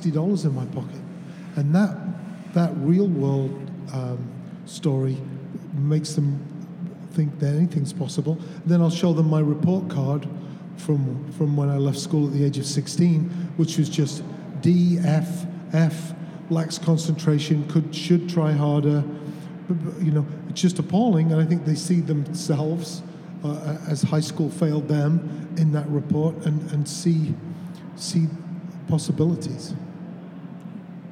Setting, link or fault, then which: setting, live audience